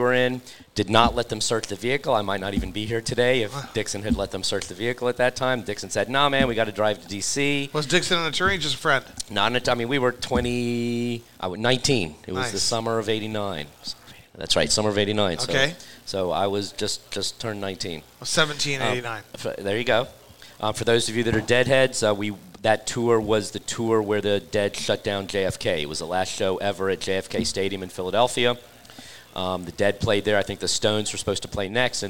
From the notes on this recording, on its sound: Recorded at MJUnpacked NYC